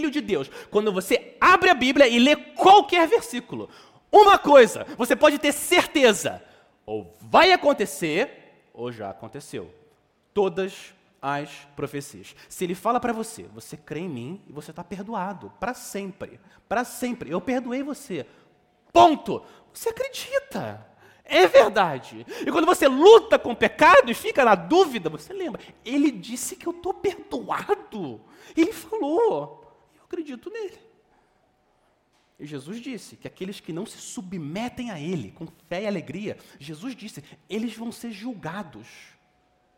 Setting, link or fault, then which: setting, large echoing room